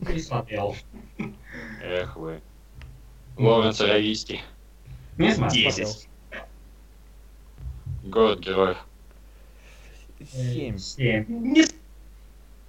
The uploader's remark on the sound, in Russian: Это старый выпуск подкаста, не имеющий чёткого формата, записанный в не очень высоком качестве.